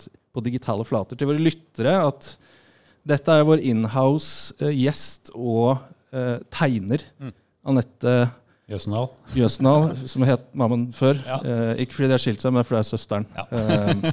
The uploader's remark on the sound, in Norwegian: Dette er det et lydopptak fra liveshowet.